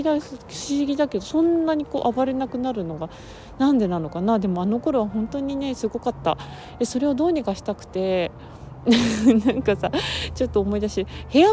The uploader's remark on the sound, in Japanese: 酔っ払ってフラフラ歩きながらの収録。酔っ払って歩いて収録したけど。